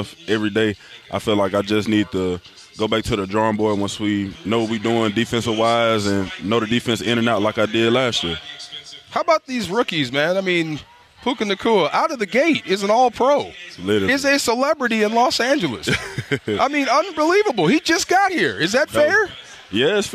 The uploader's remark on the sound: live from YouTube Theater for Rams Revealed